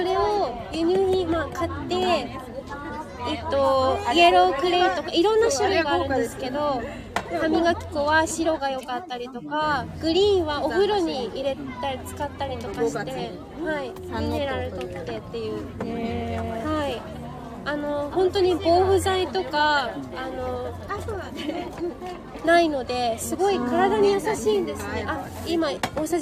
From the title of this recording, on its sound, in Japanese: 初マルシェ出店debut秦野カルチャーパークより実況中継